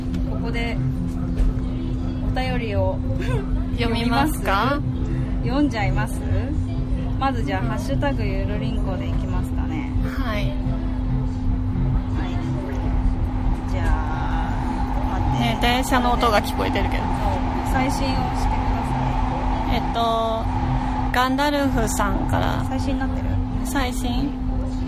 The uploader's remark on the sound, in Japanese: 外収録！屋上かまたえん